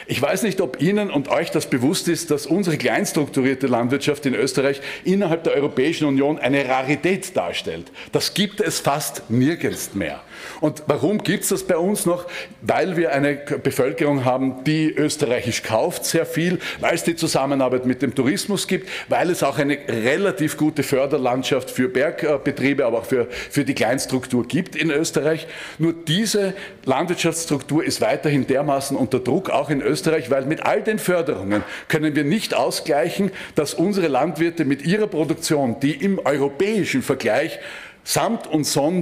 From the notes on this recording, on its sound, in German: Aufgezeichnet im Rahmen der Sitzung des Innsbrucker Gemeinderats